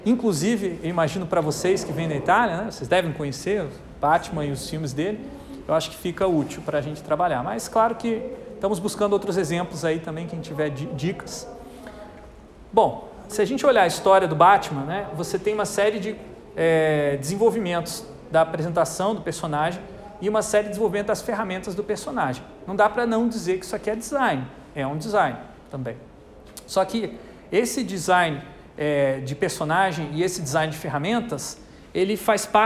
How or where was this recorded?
large echoing room